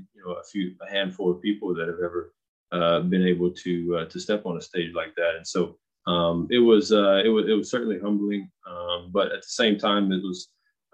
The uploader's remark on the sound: Birthday Zoom